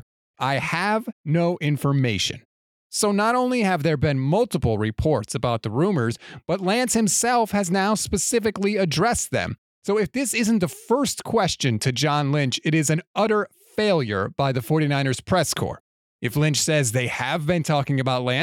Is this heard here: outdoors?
no